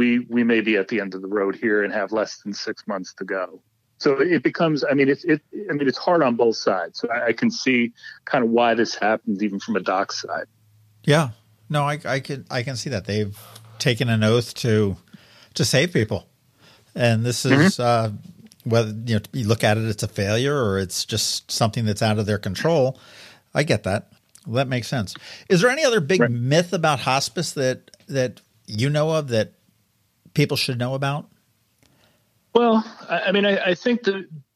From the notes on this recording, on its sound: joined us on the phone